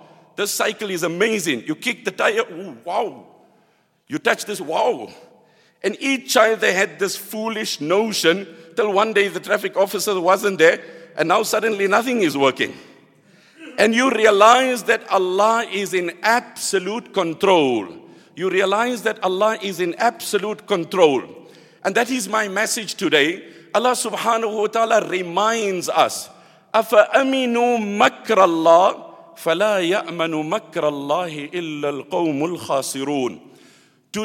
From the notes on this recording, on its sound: at the Houghton Masjid (West Street)